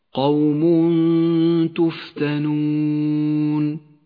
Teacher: يخفى التنوين بحرف التاء مع بقاء غنة للتنوين من غير تشديد · Term: الإخفاء